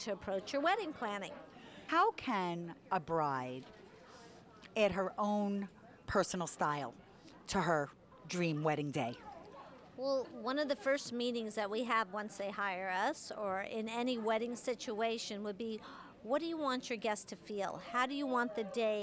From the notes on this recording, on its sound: Live From David’s Bridal. LIVE at David’s Bridal in NYC.